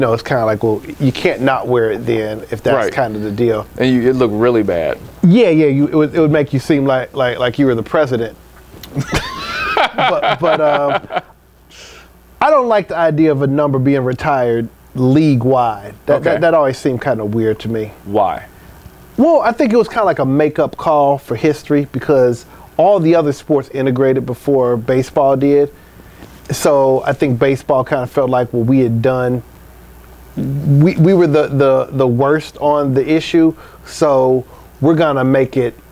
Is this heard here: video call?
no